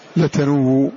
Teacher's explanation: نقلنا حركة الهمزة إلى الواو، حركنا يجوز لنا فيها رون وإشمام لأنها مرفوعة.